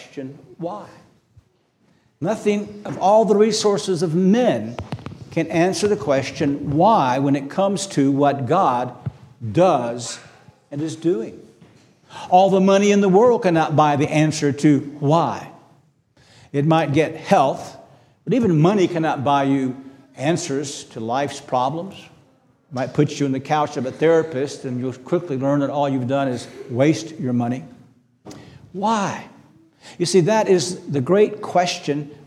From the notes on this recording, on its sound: This sermon was preached on August 20, 2023 at Antioch Presbyterian Church. At Antioch Presbyterian Church, a mission work of Calvary Presbytery of the Presbyterian Church in America located in Woodruff, South Carolina.